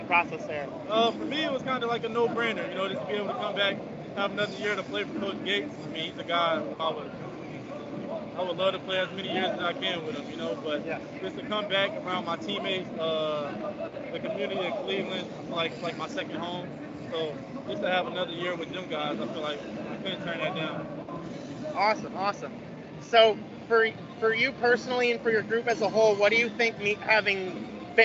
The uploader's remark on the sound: record live from Cleveland State’s VIKEtober basketball showcase